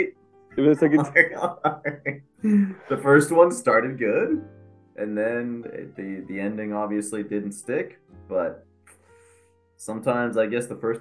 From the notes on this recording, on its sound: Sorry for the minor audio distortion. We suspect Ron left a few bugs since we gave him the ax.